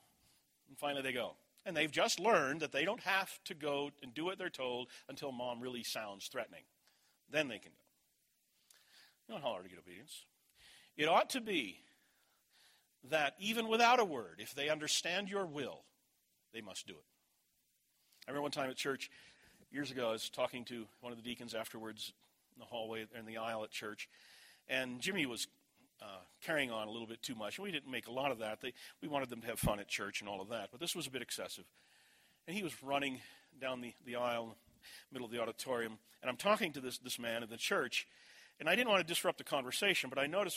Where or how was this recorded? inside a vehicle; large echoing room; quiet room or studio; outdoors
large echoing room